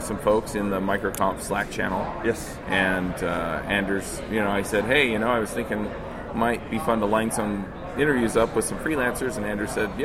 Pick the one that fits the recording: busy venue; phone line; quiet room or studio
busy venue